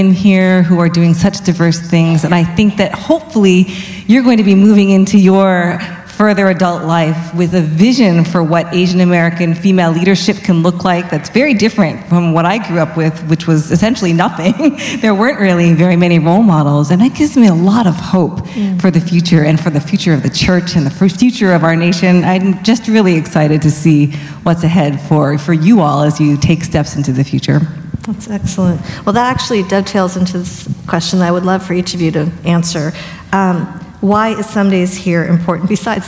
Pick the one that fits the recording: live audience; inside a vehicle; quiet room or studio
live audience